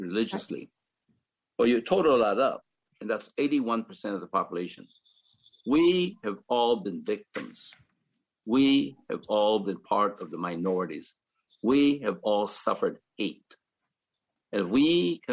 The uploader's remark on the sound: This program was recorded via video conference on May 26th, 2021 by the Commonwealth Club of California.